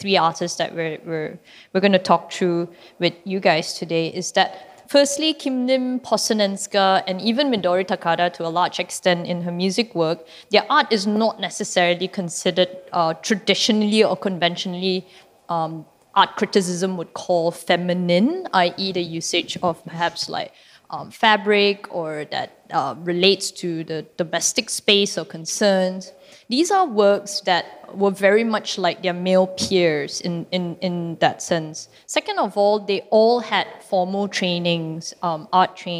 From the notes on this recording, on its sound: Recorded live in December 2018 at National Gallery Singapore , as part of the exhibition Minimalism: Space.